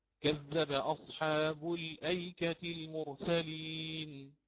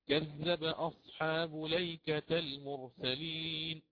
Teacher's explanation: ينقل هذه الفتحة إلى اللام قبلها ويحذف الهمزة · Shown in: second take · فيقرأ كذب أصحاب ليكة المرسلين مع فتح التاء، مع فتح التاء. · Term: النقل